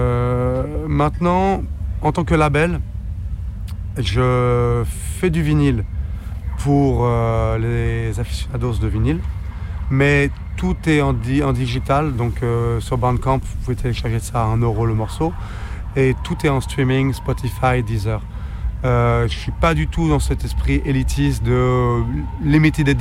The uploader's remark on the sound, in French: Interview réalisée au Festival DubCamp 2023